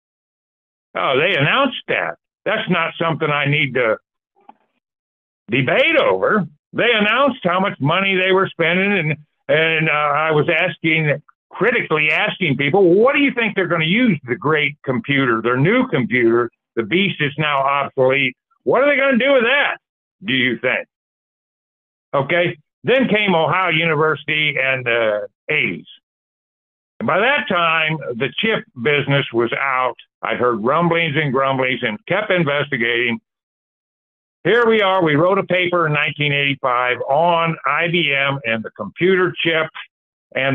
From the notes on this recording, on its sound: The Sunday December 10, 2023 Call in Bible Study.